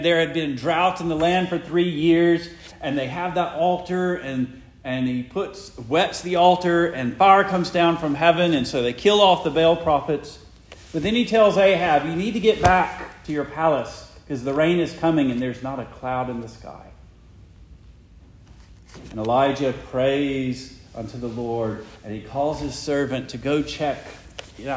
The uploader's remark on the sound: Preached the morning of August 6, 2023, for the Heidelberg Presbyterian Church in Heidelberg, Mississippi.